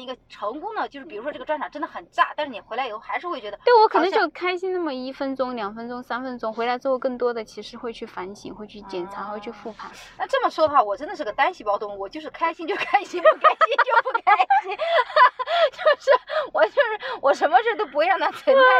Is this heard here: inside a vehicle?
yes